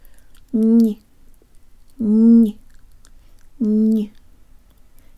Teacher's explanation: there's almost a slight Y sound in the release